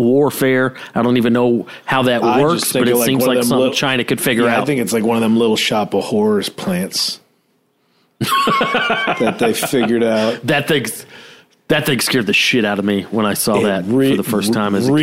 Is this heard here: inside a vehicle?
no